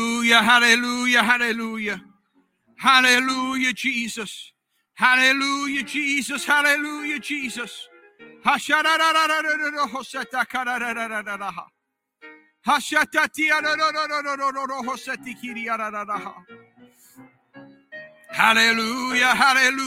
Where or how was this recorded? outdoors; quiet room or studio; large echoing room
large echoing room